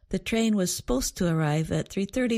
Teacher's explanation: a two-syllable word, supposed, becomes more like one syllable